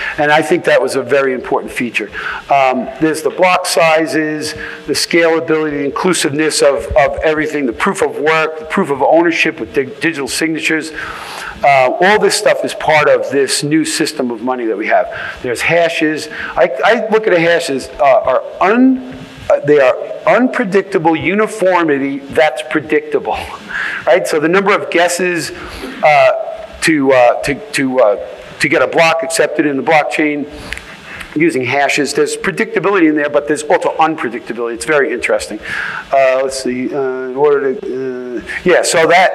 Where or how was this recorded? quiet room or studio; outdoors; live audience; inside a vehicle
live audience